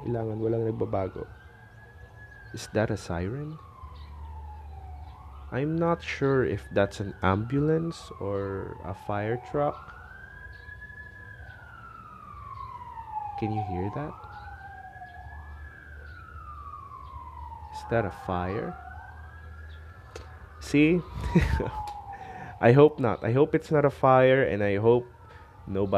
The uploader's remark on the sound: A lot of noise from a husky, chickens, and a fire truck, or an ambulance.